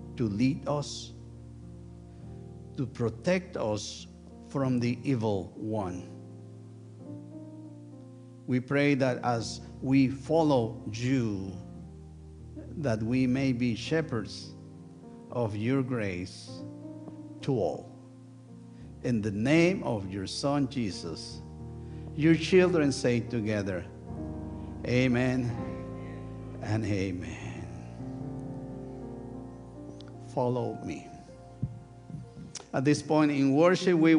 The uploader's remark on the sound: Sunday worship service at First United Methodist Church of Pacoima. Recorded live on July 23, 2023, this service. We are located at 12550 Van Nuys Blvd.